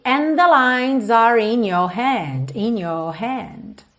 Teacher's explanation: ele enrolou a língua no are? Porque ele já queria emendar no in, então are in, eu já uso esse R enrolado para fazer essa ligação